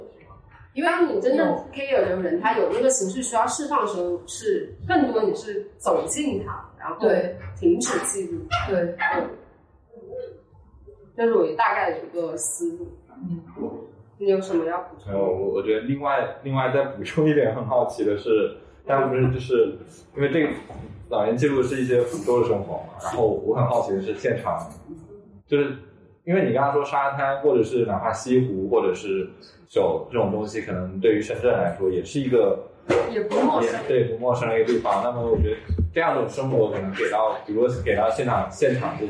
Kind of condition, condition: fault, poor sound quality